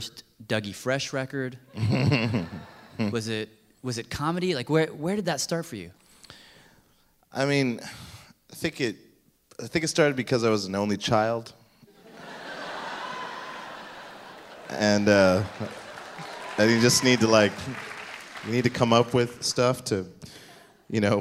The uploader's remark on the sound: Their performances were recorded live at our Curious Sounds concert earlier this month in NYC.